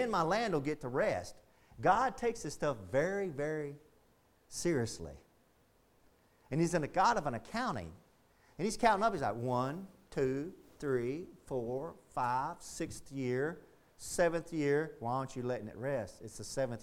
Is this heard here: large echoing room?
yes